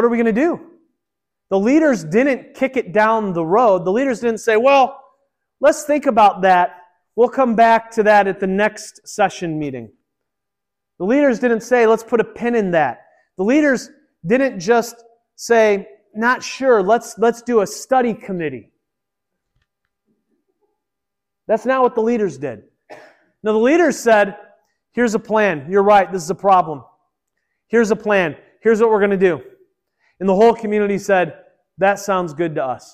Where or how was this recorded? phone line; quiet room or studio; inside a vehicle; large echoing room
large echoing room